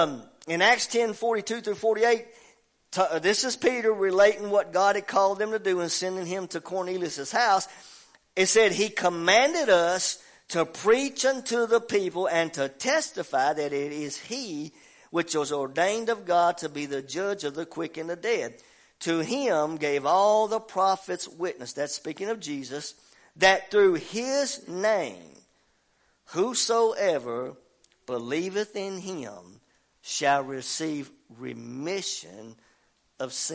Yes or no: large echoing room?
yes